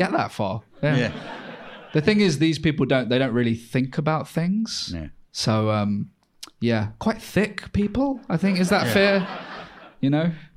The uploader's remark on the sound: LIVE! This episode was recorded live at the Edinburgh Fringe, August 2023.